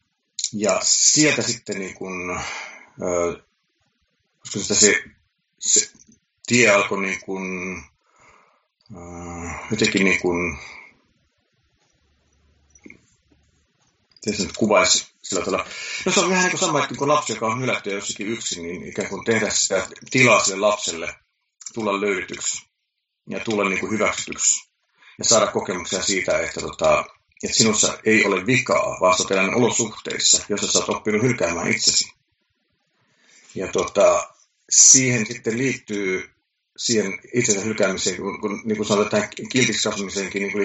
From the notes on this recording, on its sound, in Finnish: Nauhoitin podcastin ensikertaa Skypen välityksellä, ja ääni ei ole ihan niin selkeä kuin toivoin.